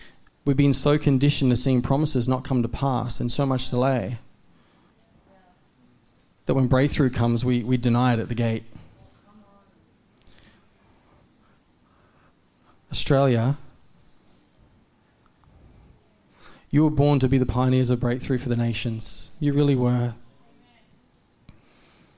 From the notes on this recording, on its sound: A message from Zion Church on Australia's Gold Coast. In Tallebudgera.